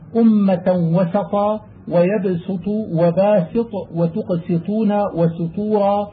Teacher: وإذا وقعت السين وبعدها حرف إطباق وجبت المحافظة على إظهار لفظ السين وبيان صفيرها لئلا يخالطها لفظ الإطباق الذي بعدها فتصير صادا